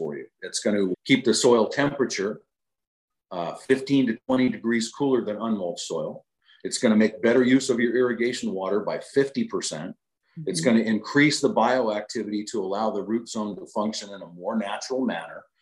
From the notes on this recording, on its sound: As we chat with our zoom audience. Live Zoom webinars focusing on fruit tree care.